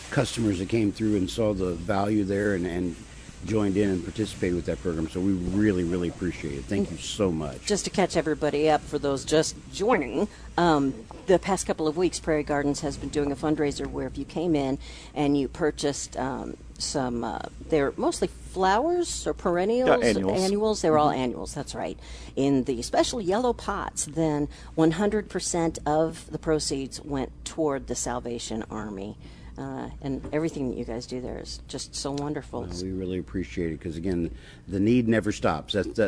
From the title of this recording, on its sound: Live at Prairie Gardens